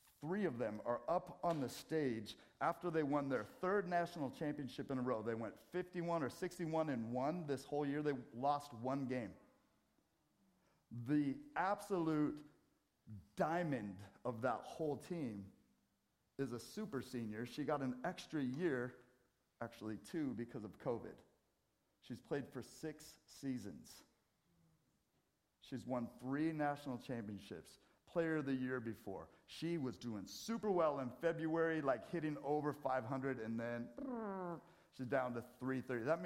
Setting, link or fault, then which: setting, large echoing room